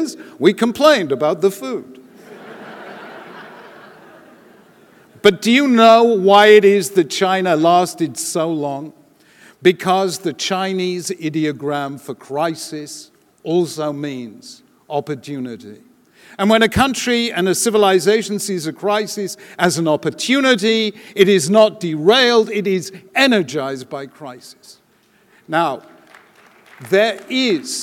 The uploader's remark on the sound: delivered the opening plenary keynote address at the Jewish Federations of North America's annual General Assembly in Washington DC